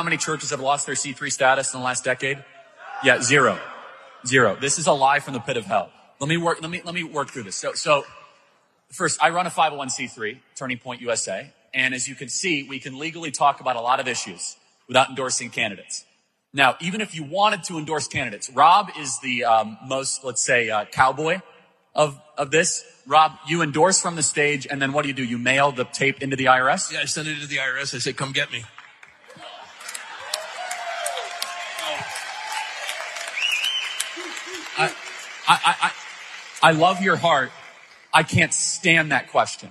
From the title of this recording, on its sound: LIVE at Strong Church in Phoenix, AZ